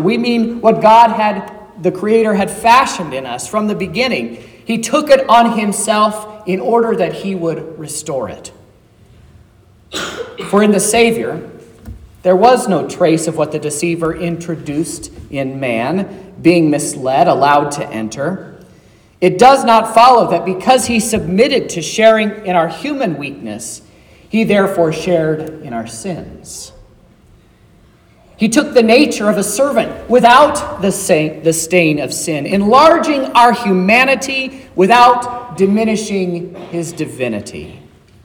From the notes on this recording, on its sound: This is the sermon preached at Trinity Lutheran Church on Wednesday, December 20th, 2023.